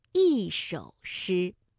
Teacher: 首是三声，所以一按照规律应该读四声 · Term: 变调